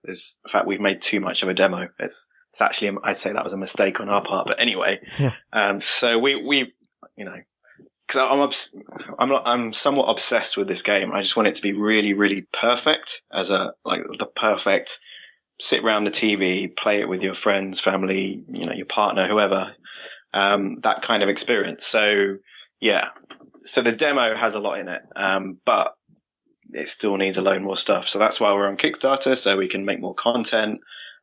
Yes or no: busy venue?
no